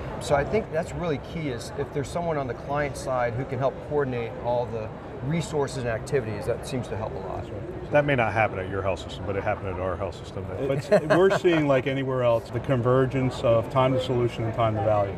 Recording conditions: busy venue